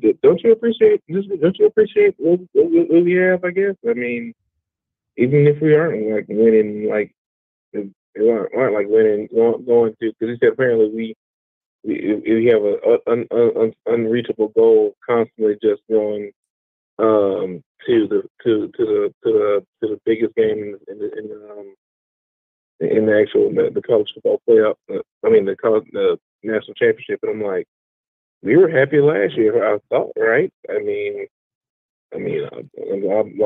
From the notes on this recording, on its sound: BamaInsider Call-in show.